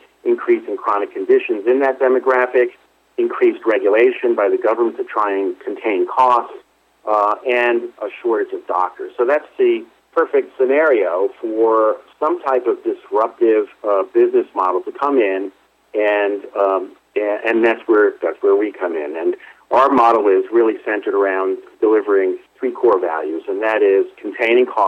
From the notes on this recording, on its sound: called in to SmallCapVoice